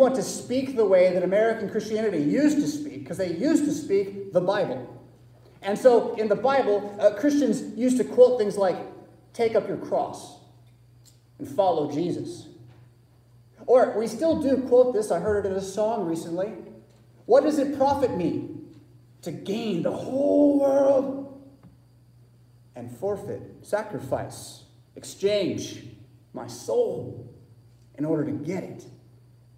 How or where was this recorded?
large echoing room